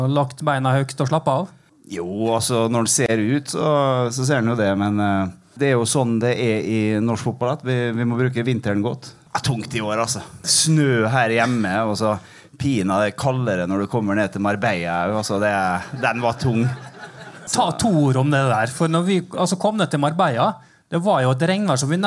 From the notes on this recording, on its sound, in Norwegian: RB-sporten LIVE på Molde Fjordhotell. RB-sporten var live på Molde Fjordhotell under MFKs kickoff.